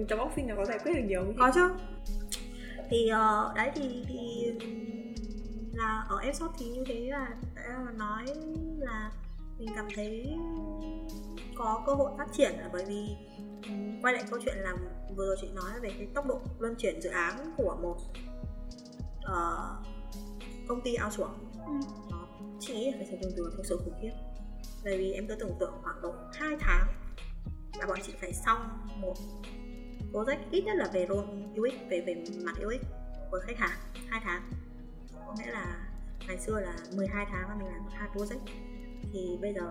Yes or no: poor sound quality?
yes